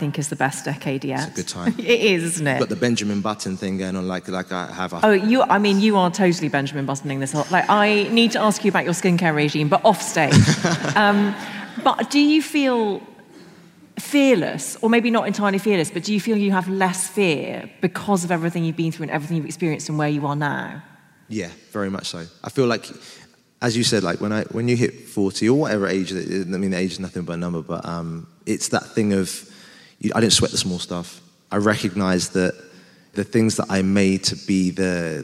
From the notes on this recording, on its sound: I'll be dropping the recordings of our How To Fail live shows, held at Shoredtich Town Hall earlier this year. With me and with the audience. During the Q&A. This episode was recorded live at Shoreditch Town Hall.